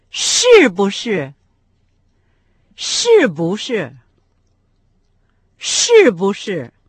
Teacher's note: В этом случае с четвертым тоном произносится только ши, а бу с легким.